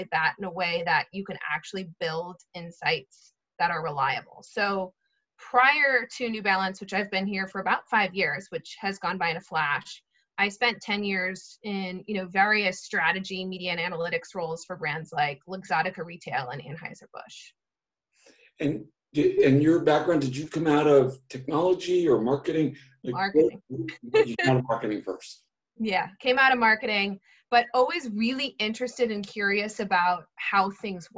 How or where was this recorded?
video call